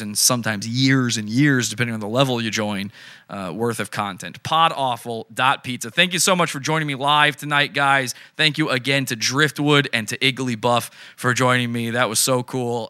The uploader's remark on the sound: phone call interview